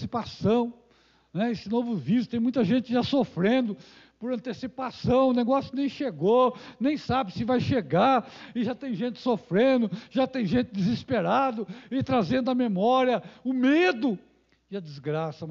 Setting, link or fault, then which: setting, large echoing room